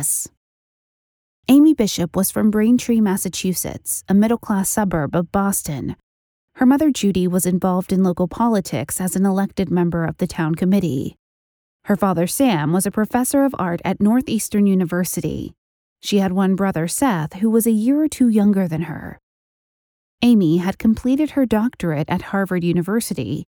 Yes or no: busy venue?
no